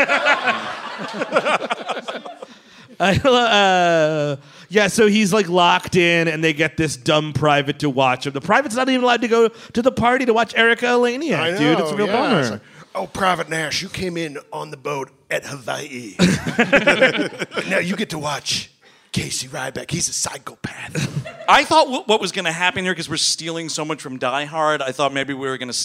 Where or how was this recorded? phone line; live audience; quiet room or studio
live audience